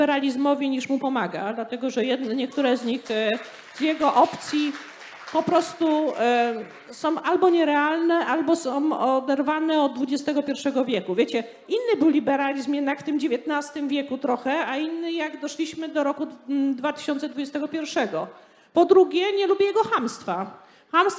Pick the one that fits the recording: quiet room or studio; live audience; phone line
live audience